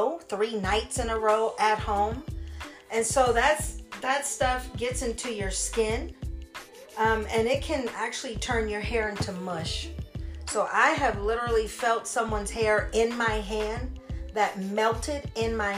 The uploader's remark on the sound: This week my nephew who is 11 years old sits down with me. Please excuse me for not having my mic.